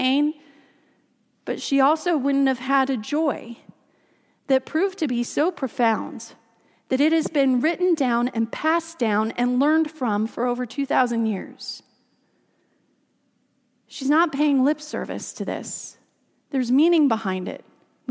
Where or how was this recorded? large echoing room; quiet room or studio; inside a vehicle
large echoing room